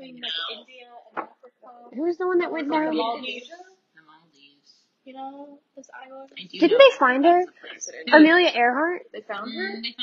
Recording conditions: poor sound quality